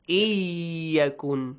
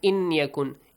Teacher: Merge the noon sound to the ya, extension of two beats, and nasal sound. · Shown in: first take